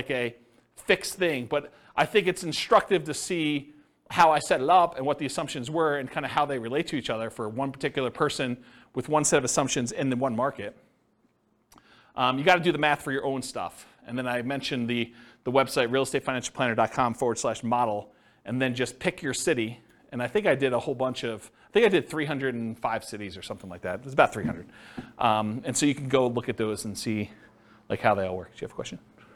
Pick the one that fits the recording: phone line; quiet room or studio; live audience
live audience